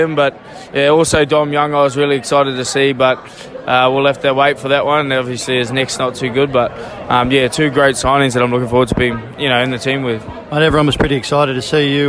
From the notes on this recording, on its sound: In this week's episode we caught up with some of our star players live from the season launch for 2024.